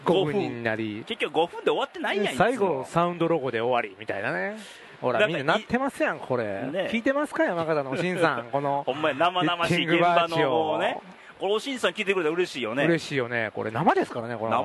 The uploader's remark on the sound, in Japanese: 久々の甲子園球場での収録！